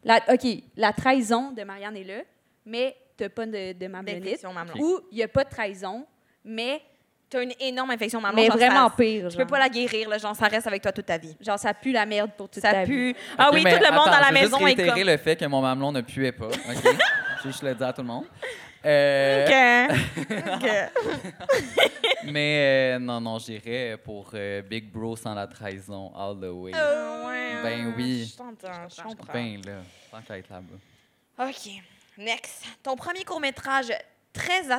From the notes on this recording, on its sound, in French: LIVE à Montréal. Leur tout premier épisode devant public!